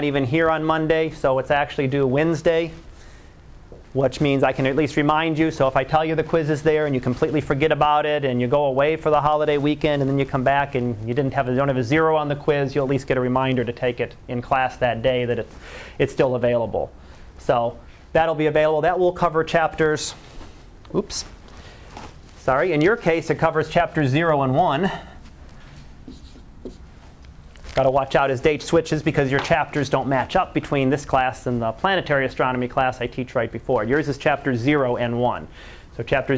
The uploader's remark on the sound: Live Class Lecture